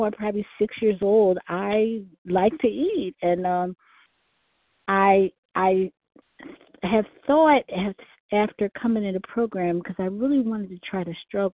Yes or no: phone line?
yes